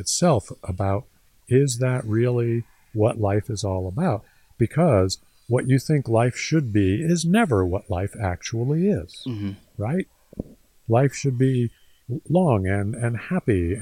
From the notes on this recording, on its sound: We filmed this live in the field at the LaPrele Mammoth Site, WY, so forgive me for the sound. Lots of cars and wind.